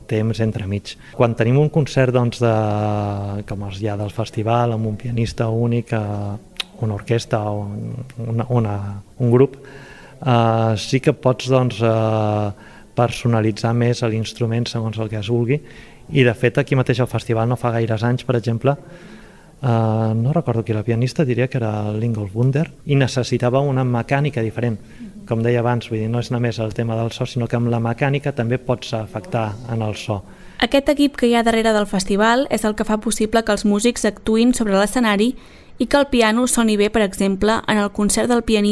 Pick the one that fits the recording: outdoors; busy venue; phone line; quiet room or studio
busy venue